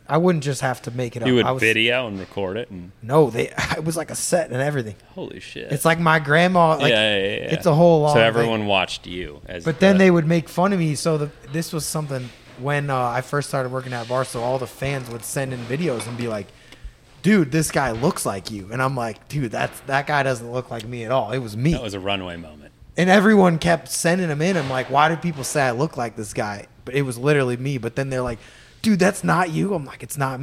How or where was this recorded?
busy venue